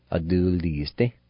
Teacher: The A with the L will be silent.